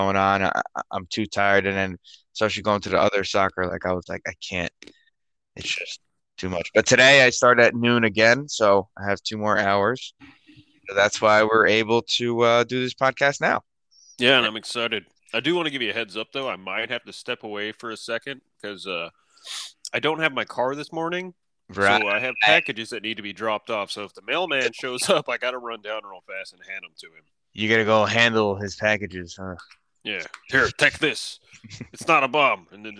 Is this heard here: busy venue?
no